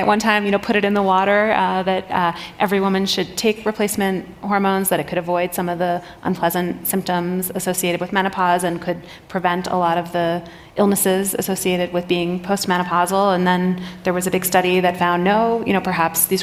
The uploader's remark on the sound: Two obstetrician and gynecologists meet on stage at the 2023 Aspen Ideas Festival.